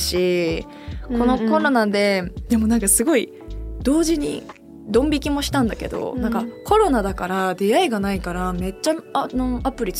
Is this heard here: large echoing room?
no